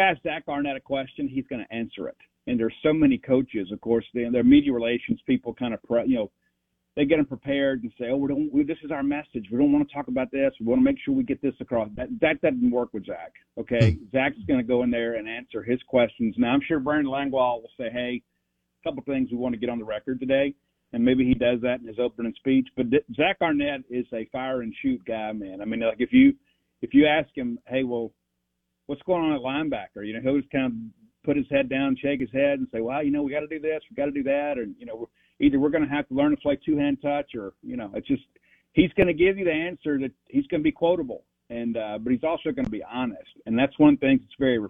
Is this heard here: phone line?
yes